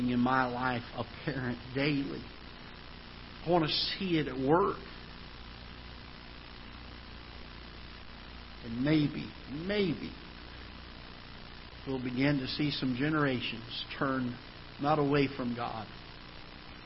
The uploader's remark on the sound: Ketha Heights Baptist Church ~ Live Broadcast.